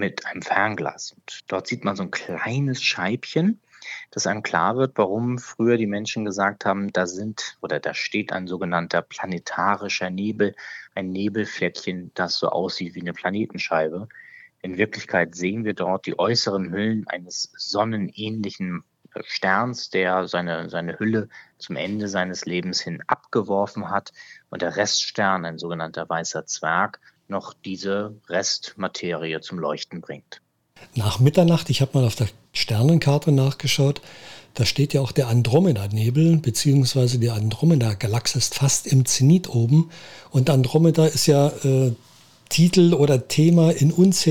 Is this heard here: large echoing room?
no